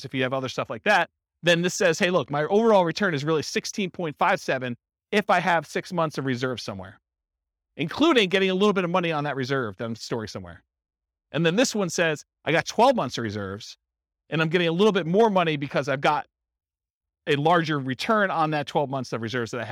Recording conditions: live audience